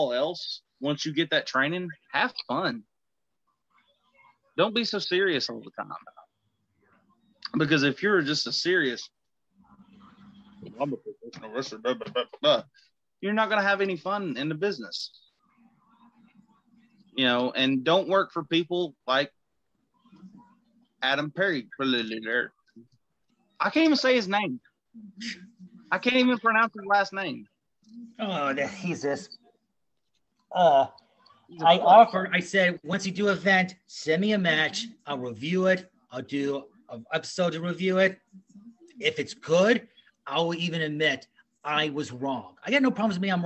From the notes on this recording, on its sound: joins me on Zoom